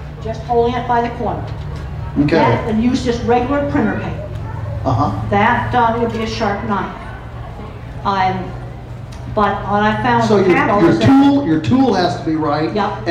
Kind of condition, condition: setting, busy venue